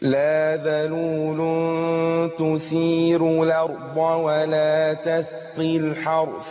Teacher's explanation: إذا أنت وصلت رققت الراء وصلا وعملت النقل في الأرض